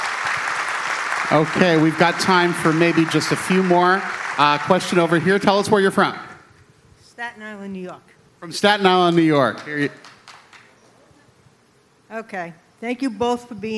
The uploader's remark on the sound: This week we have another episode recorded from Star Trek: The Cruise.